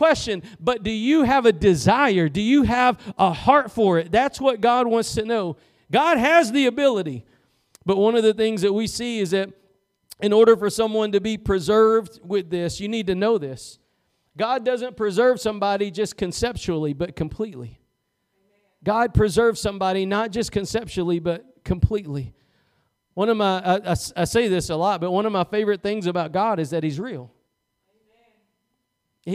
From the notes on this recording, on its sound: Preached at Gospel Lighthouse in Bossier City, La.